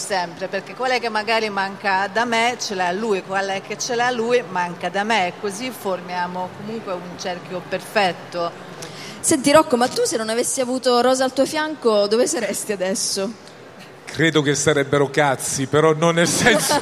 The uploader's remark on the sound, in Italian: In diretta dal Salone del Libro di Torino